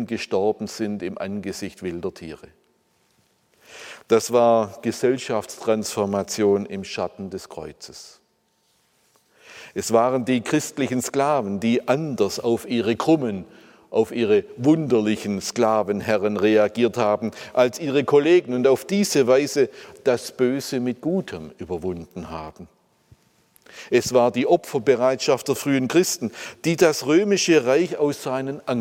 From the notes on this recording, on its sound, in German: aus dem Gottesdienst der Missionsberg-Gemeinde (Liebenzeller Mission)